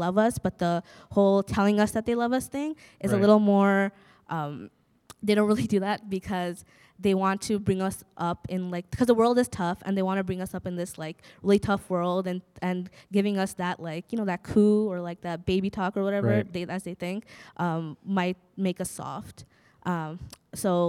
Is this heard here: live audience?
yes